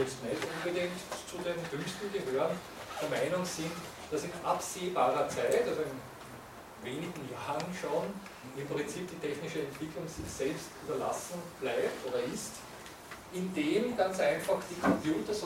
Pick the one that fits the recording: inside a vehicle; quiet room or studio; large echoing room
large echoing room